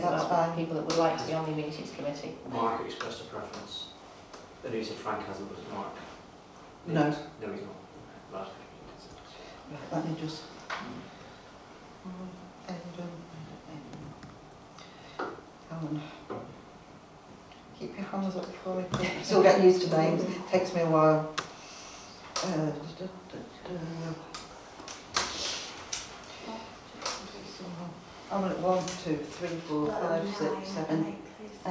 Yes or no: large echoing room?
yes